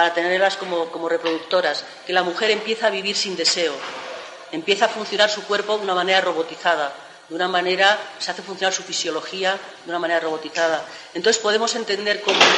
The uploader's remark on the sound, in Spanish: Realizado en las Jornadas "mayo del 68-98: Vigencia del Pensamiento Libertario", realizadas en Bogotá.